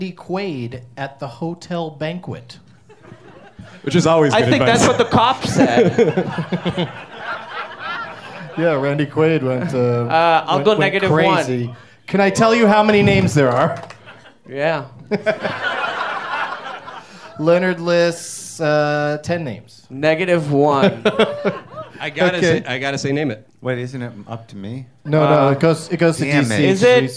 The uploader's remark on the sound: Live from Flappers in Burbank, CA.